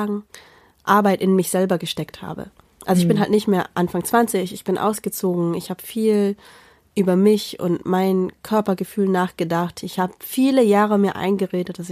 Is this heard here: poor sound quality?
no